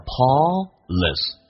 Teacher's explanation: Paul 跟 s 有一个连音，这个 l 连音是发两遍的